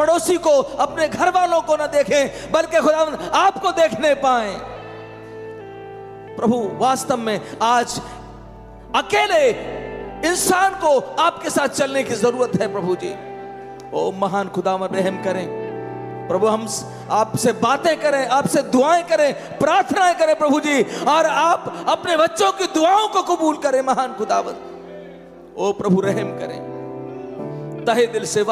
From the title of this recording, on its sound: Worship Service, Etah (AUDIO)